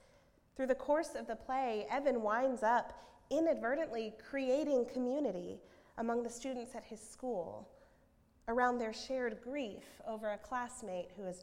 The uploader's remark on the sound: at Northminster Church on Covenant Sunday, September 15, 2019.